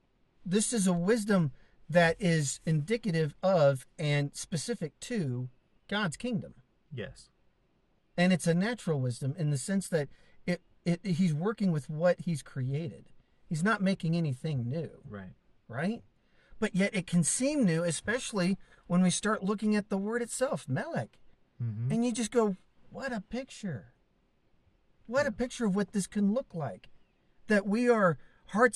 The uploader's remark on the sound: car in Southern Idaho's Mountains